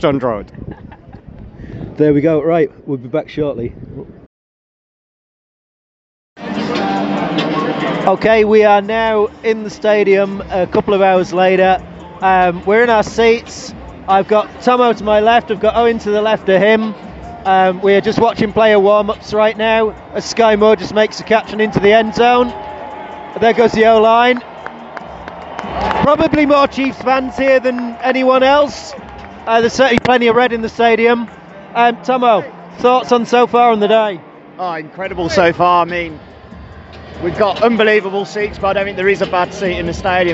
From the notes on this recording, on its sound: The Frankfurt Experience Live. Record live from Frankfurt to take you through a real time roller coaster of emotion from pregame to the final whistle.